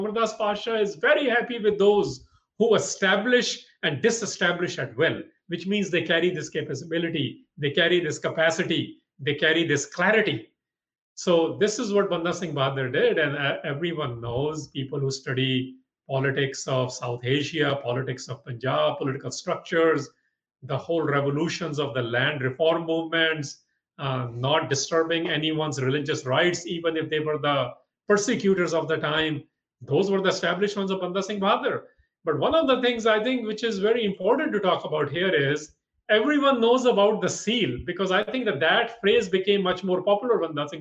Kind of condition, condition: link, video call